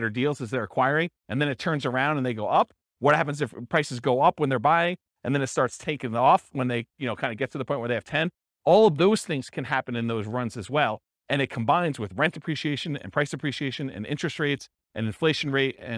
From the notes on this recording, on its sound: This was a live class recorded